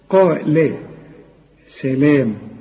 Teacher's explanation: قا أعلى درجات التفخيم لكن اللام مرققة